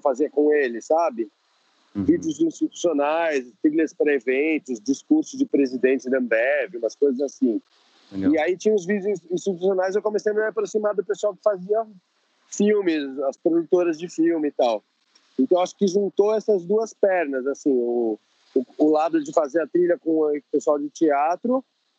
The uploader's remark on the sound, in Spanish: Entrevista realizada por Skype